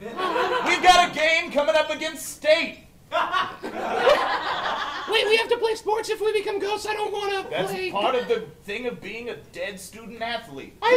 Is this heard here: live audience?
yes